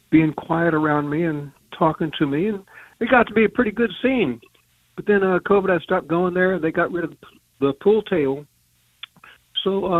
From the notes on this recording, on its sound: Listeners call.